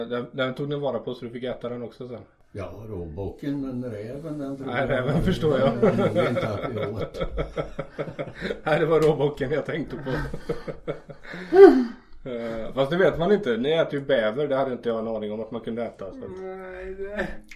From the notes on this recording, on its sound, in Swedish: Vi hade viss strul med ljudet men vi har gjort så gott vi kunnat och hoppas att det ska fungera ändå.